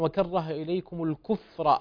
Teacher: حقق التسكين في الفاء بلا قلقلة